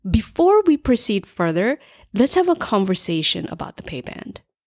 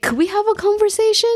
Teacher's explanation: end the sentence in a downward inflection, which denotes authority · Shown in: first take · instead of posing it as a question, ending in an upward inflection, which denotes a bit of uncertainty.